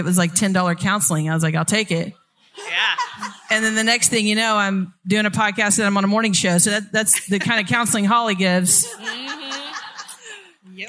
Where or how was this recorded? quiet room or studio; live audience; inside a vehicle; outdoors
live audience